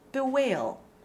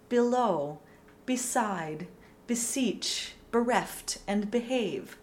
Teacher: an unstressed BE at the beginning of the word will always be an open capital I phonetic sound